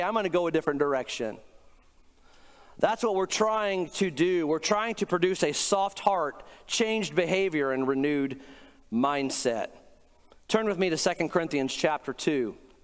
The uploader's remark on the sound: Today’s podcast is a recent sermon I preached